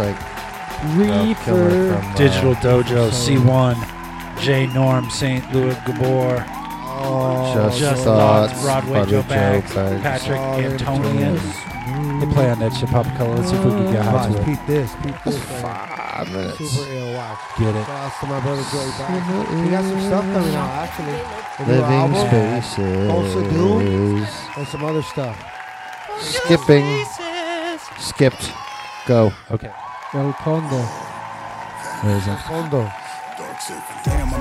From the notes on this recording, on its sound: Filmed in front of a live Studio Audience.